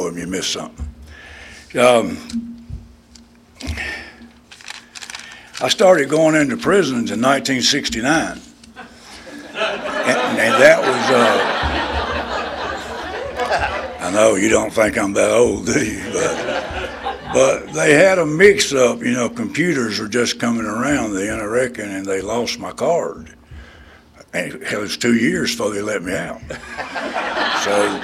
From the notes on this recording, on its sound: at the 34th Freeedom From Bondage Conference in Aberdeen NC in 2023